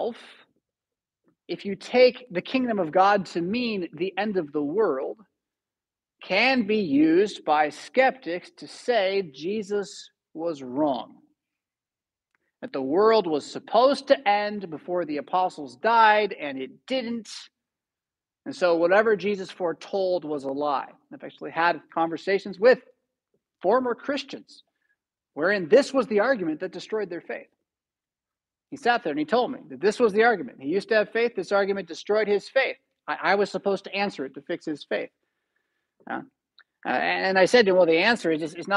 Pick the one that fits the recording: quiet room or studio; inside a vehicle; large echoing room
large echoing room